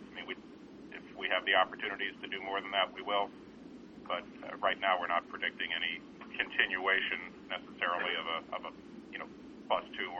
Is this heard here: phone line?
yes